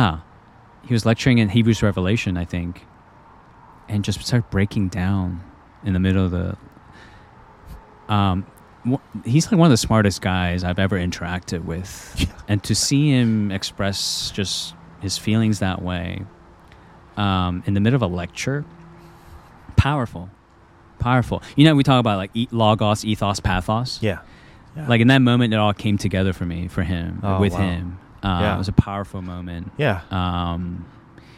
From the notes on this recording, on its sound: Recorded at the KALI National Gathering at Covenant Theological Seminary.